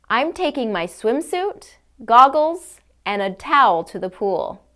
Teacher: In list intonation, your pitch will rise on every item of the list except for the last item. On the last item of the list, your intonation will fall.